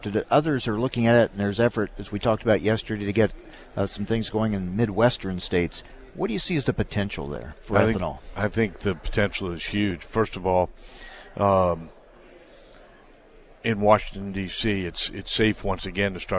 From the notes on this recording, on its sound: from the National Ethanol Conference in Houston